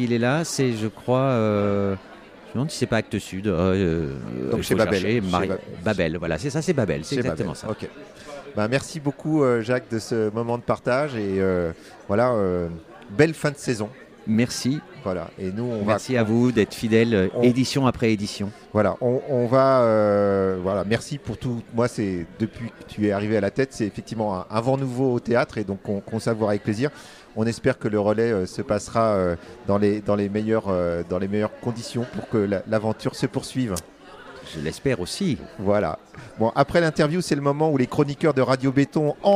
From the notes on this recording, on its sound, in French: depuis le théâtre Olympia à l’occasion du festival WET